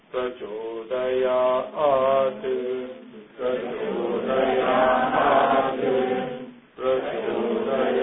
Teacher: So Swarita has a sound of, instead of just going up, it goes horizontally and then up.